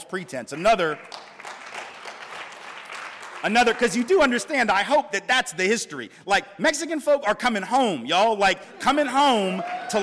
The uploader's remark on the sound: The University of Washington’s Kane Hall. As part of the UW Graduate School public lecture series “Equity and Difference: Privilege.”